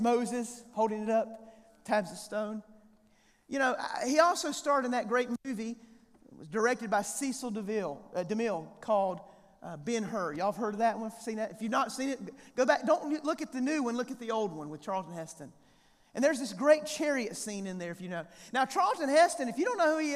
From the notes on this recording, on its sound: The 2023 Evangelism Conference at First West, West Monroe